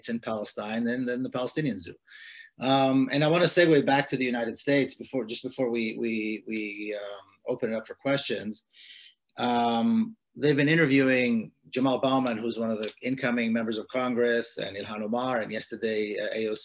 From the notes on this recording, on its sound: In this online event.